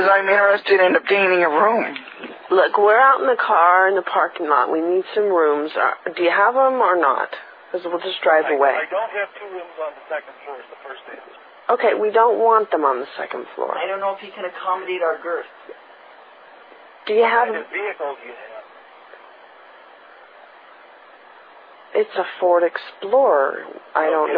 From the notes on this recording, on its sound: RBCP's Personal Prank Phone Calls Collection